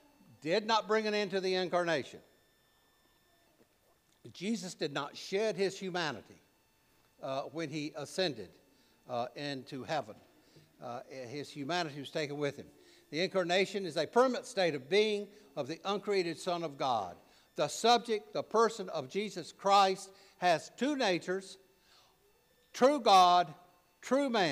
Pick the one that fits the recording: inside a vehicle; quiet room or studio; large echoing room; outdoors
large echoing room